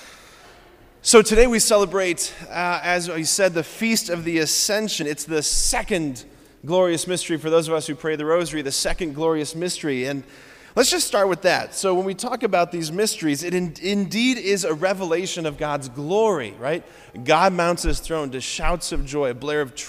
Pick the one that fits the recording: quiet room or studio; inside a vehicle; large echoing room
large echoing room